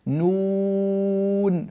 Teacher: فأنا ألفظ بفمي ثلاثة أحرف، نونا مضمومة، واوا ساكنة، نونا ساكنة. فهو يقول مد للساكن، يعني مد الحرف الأوسط لأجل السكون الذي جاء بعده.